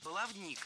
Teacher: Баловник – это неверно. В этом слове ударение ставим на третий слог – баловник.